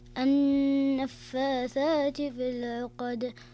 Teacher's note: النون المشددة يكون الحكم فيها غنة بمقدار حركتين